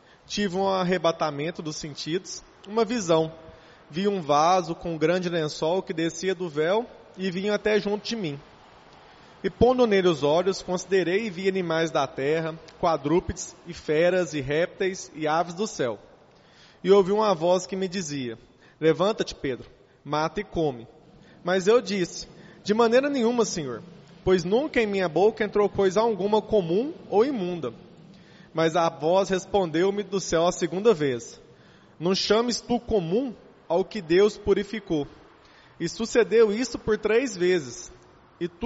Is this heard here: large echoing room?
yes